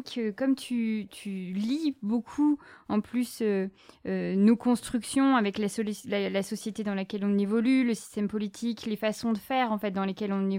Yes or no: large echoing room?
no